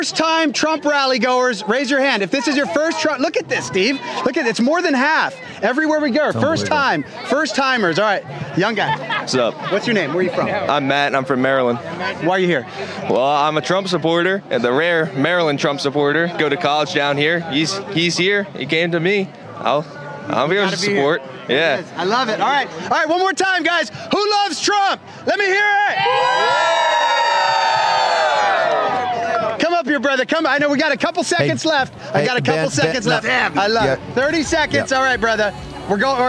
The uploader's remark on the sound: Live Coverage From Coastal Carolina … Rally